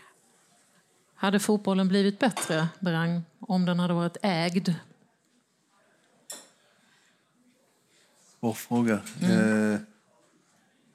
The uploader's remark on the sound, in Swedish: Panelsamtalet spelades in på Grand i Malmö den 26 oktober 2022.